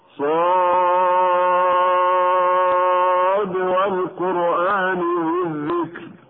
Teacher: ولعلنا لاحظنا النطق بالراء من كلمة الذكر بأنها مرققة